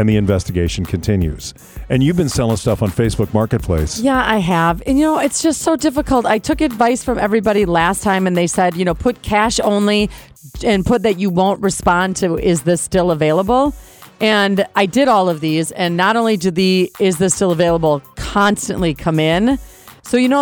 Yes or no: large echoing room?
no